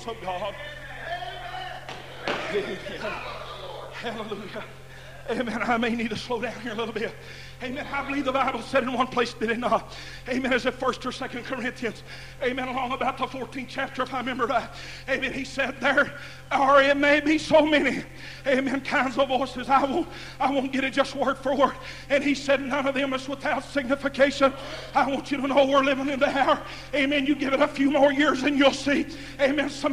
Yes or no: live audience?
yes